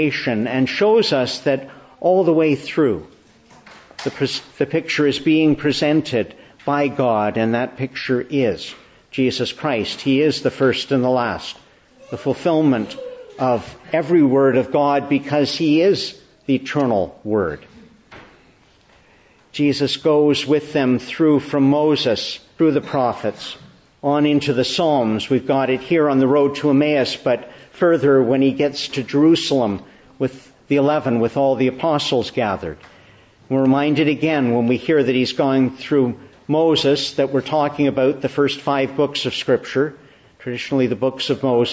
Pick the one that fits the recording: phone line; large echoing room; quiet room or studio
large echoing room